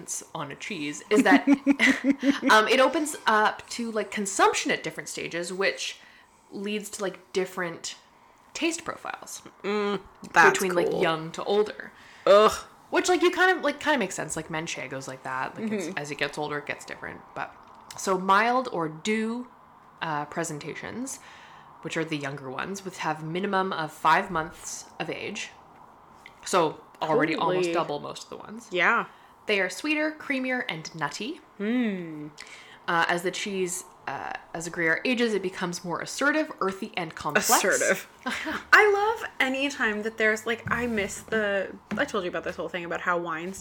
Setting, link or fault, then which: fault, background noise